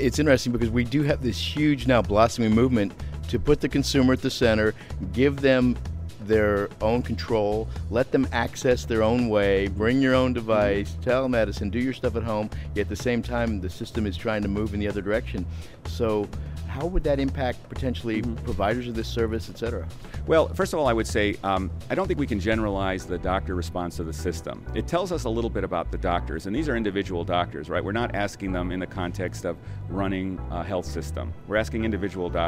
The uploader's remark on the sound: LIVE from #HiMSS16